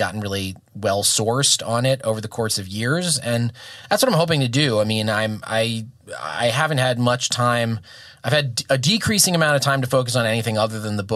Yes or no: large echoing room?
no